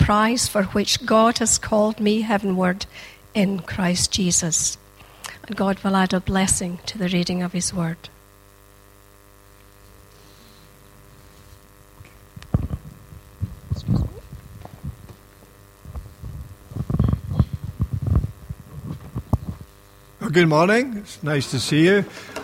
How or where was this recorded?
large echoing room